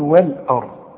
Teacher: الراء هي المفخمة عشان قبلها مفتوح، هنقول والأرض، ما اوعى تقول لي والأرض وال، لا يا راجل، وال آ، والأرض خلاص.